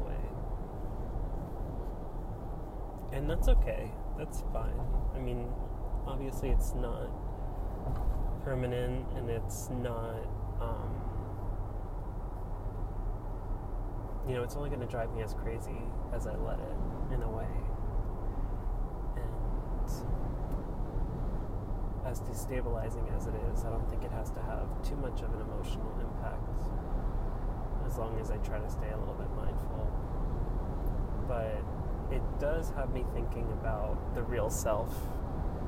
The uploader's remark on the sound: Recorded while driving on the New Jersey Turnpike.